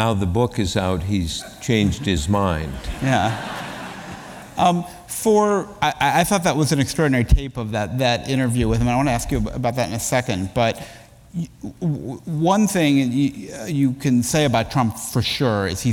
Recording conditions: live audience